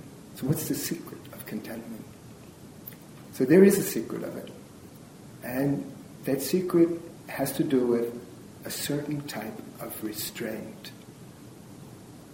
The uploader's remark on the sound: This is a recording of a lecture. At the Unitarian Church in Greensboro, North Carolina.